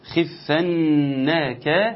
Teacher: الغنة واضح واخد غنته واخد زمنه اتنين، فيبقى حرف قوي جدا.